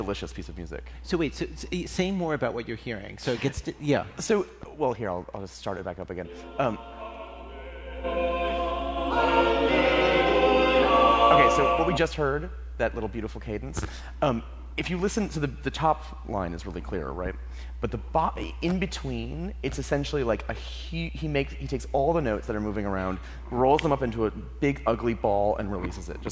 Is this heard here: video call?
no